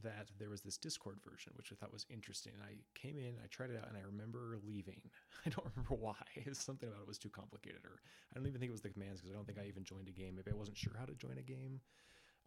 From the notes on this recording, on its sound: Apologies for the quiet audio, I'll get it eventually!